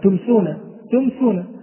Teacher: لأن الميم تخرج من الشفة، ولا نقول جميع حروف الإظهار تخرج من الشفة طبعا، يعني إذا قلنا مثلا تمسونا، تمسونا، فالميم كانت واضحة، فظهرت الميم واضحة من الشفتين من مخرجها المحقق، فلا نقول لأن جميع الأحرف تخرج من الشفتين، لا، لأن نقول الميم تخرج من الشفة وتظهر واضحة ويظهر مخرجها واضح وغير إخفاء أو غير ذلك، فيكون الإظهار هنا إظهارا شفويا.